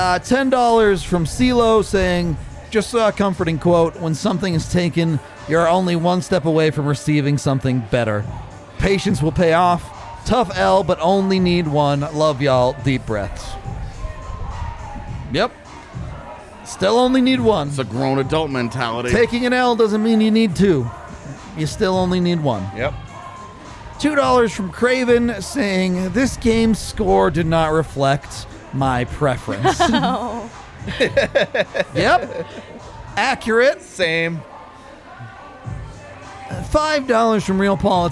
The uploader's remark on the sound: live from the DNVR Bar